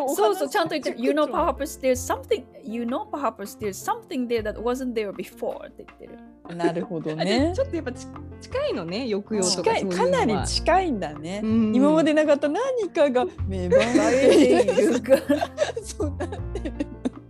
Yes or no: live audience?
no